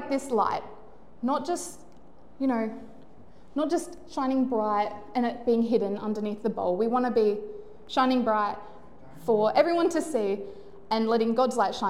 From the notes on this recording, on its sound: Recorded live at One Heart Church (Port Lincoln) on the 11th of Feburary, 2024.